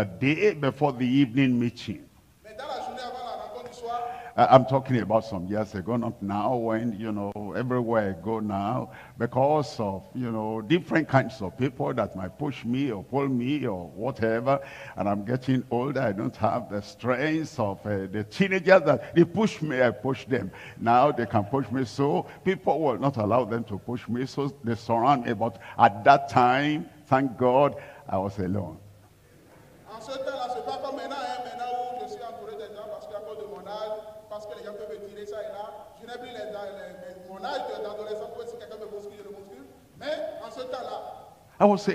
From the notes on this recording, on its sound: live from Lomé, Togo.